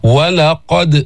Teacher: القاف من حروف الاستعلاء يعني فيها تفخيم ينشأ عن هذا الاستعلاء. ولقد بدك تحرك الفم لتأتي بصفات الحروف وبمخارج الحروف، ثم تأتي بالقلقلة في هذه الدال الساكنة.